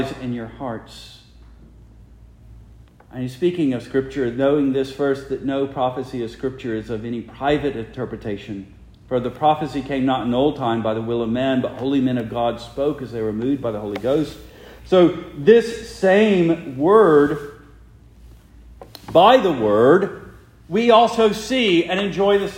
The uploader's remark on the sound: Preached the morning of March 26, 2023, for the Heidelberg Presbyterian Church in Heidelberg, Mississippi.